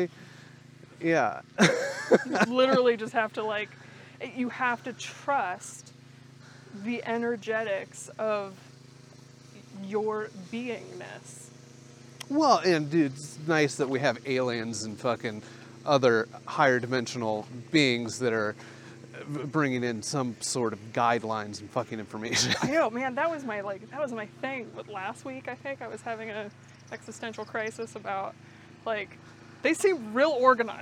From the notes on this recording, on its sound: Listen in as we walk and talk.